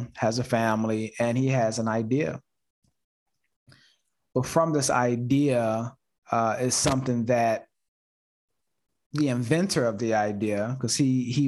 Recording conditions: video call